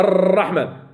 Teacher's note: التصاق اللسان بالحنك الأعلى حال خروج راء · Term: تكرار راء